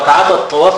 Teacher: طب فقد اعترى آخر هذه الكلمة حذف النون الإضافة وحذف الألف نطقا بسبب التقاء الساكن. لأنك لما حضرتك تقول لي ركعات الطواف نطقت الجملة كده ركعات الطواف من مناسك الإحرام تقول لي مرفوع عن رفعه الألف هيبقى السؤال البدعي هي فين الألف؟